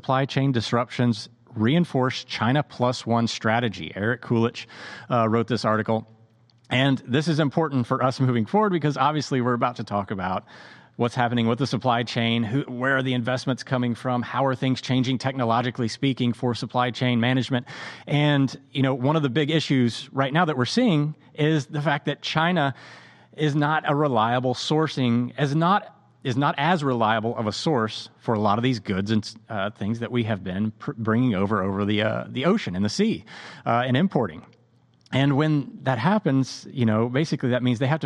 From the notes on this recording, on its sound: Live from FreightTech Venture